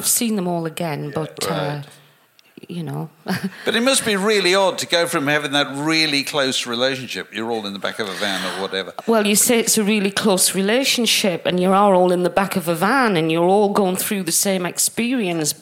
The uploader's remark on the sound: recorded with an audience at London’s 21Soho club in late November